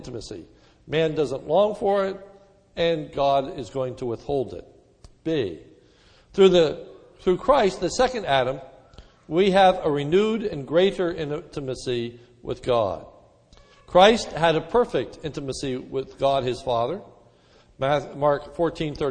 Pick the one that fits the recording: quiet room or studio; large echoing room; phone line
large echoing room